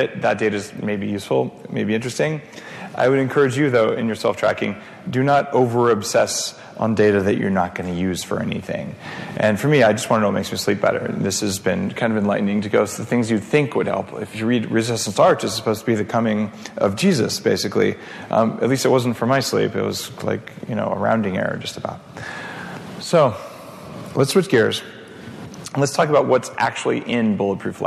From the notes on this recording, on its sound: Sleep, Sex & Tech at the Bulletproof Conference. We take a look at a couple of conversations that took place during last year's Bulletproof Conference.